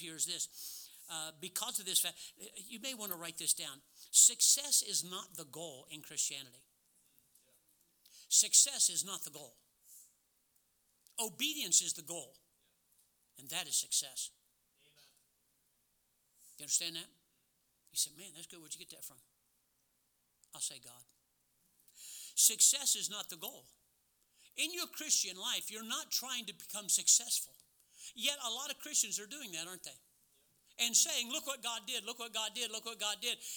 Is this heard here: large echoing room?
yes